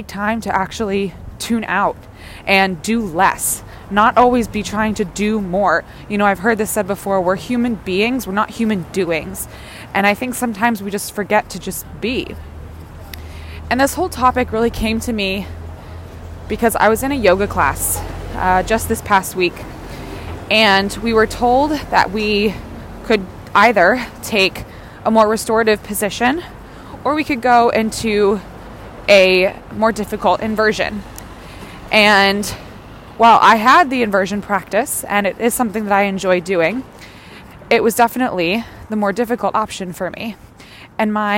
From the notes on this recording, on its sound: Join me on a Wellness Walk-n-Talk for today’s show! Recorded outside, on a walk, you’ll be getting a full sensory experience of being on a stroll with me in NYC— birds, breeze, sirens and construction noise and all.